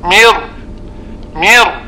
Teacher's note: أيضا في الراء من ربهم، أنت أول شيء تفعله تغير النون إلى راء فتكون مر مر وليست من، ثم بعد ذلك تدغم الراء الأولى في الراء الثانية فيصير النطق براء واحدة مشددة من ربهم، ولا وجود لذات النون ولا وجود لصفة النون التي هي الغن. · Term: إدغام كامل